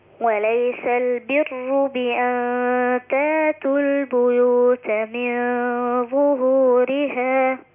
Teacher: رقق الراء لأنها مضمومة مصبوغة بكسر أصلي